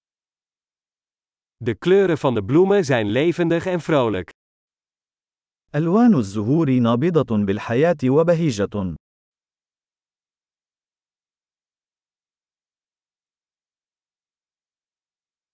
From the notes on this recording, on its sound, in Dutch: Leer Arabisch: een wandeling in het bos. Is het niet heerlijk om deze eekhoorns te zien rondrennen? Het geluid van de kabbelende beek werkt therapeutisch. Het panorama vanaf deze heuveltop is adembenemend.